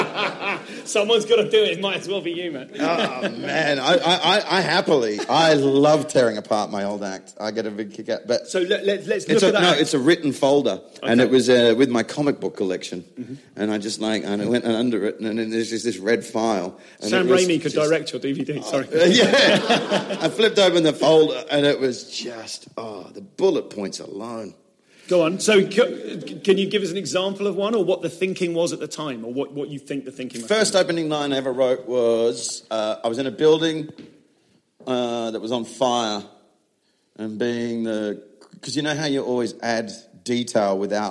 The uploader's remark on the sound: live at Dave's Leicester Comedy Festival